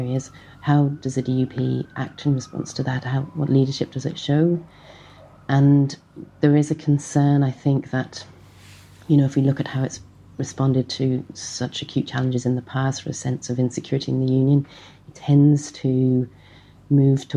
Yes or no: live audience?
no